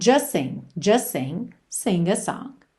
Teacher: essa letra T quase nunca aparece, especialmente quando a próxima palavra começa com S. Aí mesmo que a gente liga de um S para o outro.